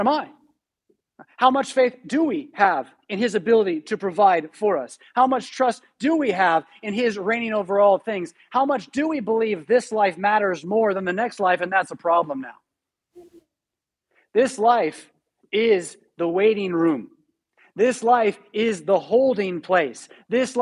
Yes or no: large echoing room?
yes